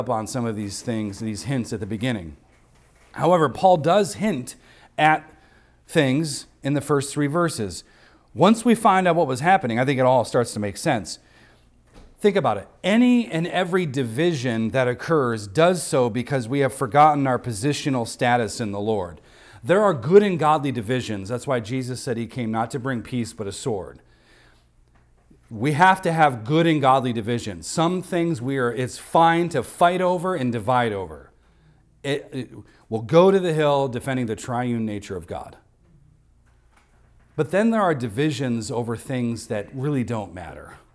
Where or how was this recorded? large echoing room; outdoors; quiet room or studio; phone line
large echoing room